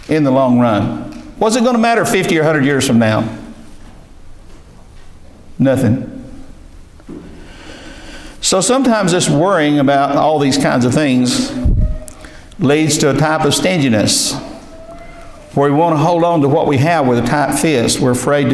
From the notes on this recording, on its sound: This is a message delivered to our local church